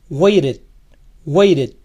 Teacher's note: cuando una T está entre sonido de vocales, esta se suaviza, por decirlo así, y suena como nuestra R.